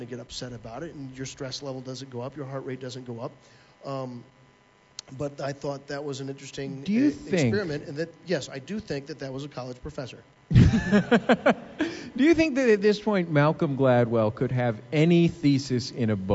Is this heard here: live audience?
yes